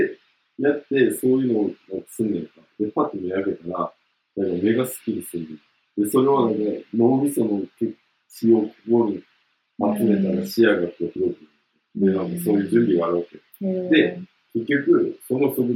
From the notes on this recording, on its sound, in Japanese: 音声が悪くてすみません。